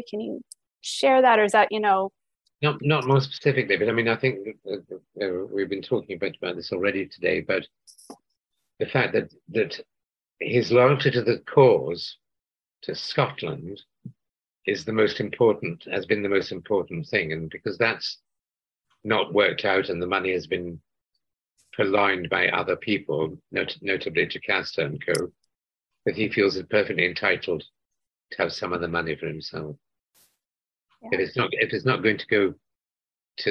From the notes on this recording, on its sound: over Zoom for an exclusive interview